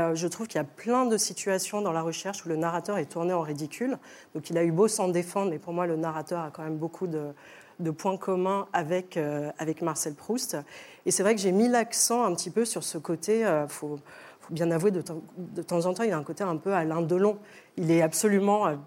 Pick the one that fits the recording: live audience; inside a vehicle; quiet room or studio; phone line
live audience